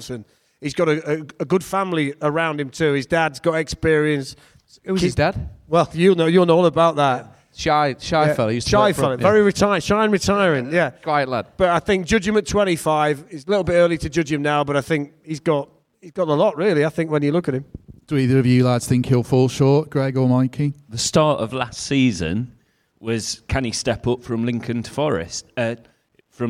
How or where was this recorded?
live audience